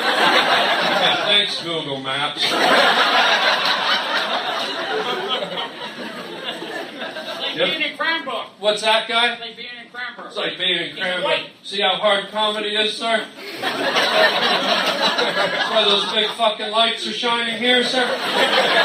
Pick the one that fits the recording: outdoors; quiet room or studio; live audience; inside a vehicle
live audience